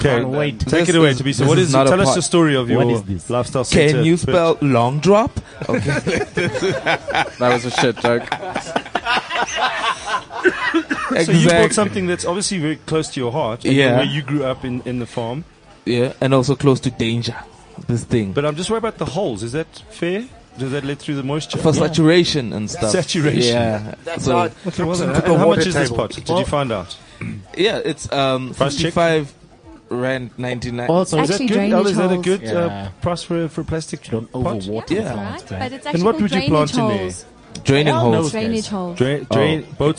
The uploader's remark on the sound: Then the entire line-up of comics from the Fullstop Cafe gig arrive and cause the most chaotic fun we’ve ever had in a Garden Centre.